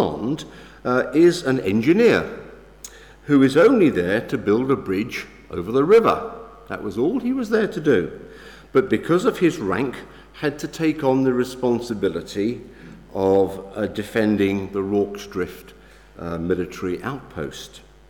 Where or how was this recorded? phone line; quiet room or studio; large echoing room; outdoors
large echoing room